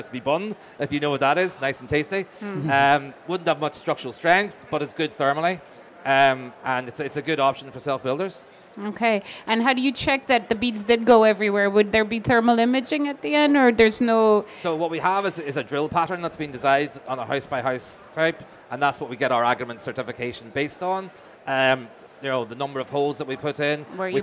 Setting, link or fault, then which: setting, busy venue